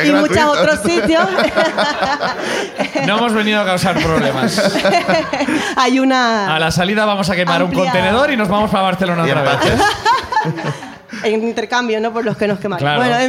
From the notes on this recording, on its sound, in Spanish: Segundo show de La Ruina desde Madrid. El público de La Ruina en Madrid también nos cuenta sus aventuras.